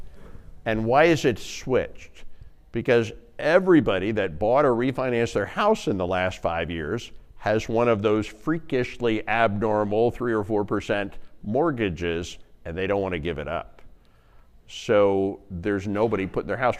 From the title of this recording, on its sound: Live Presentation